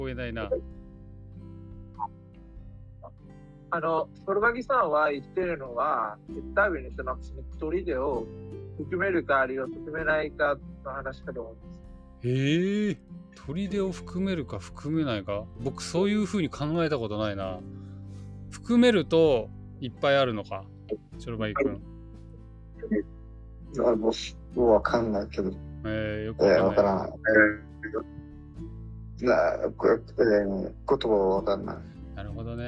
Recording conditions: poor sound quality